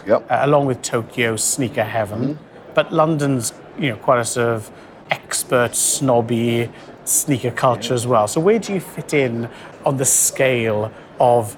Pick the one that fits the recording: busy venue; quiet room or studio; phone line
busy venue